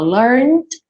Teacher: Percebe que o E não é pronunciado.